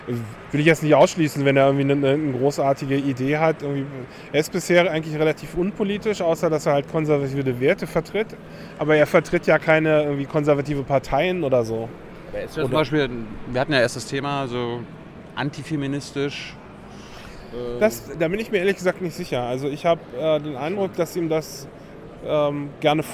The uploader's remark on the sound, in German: Chaos Communication Congress (35c3) in Leipzig aufgenommen.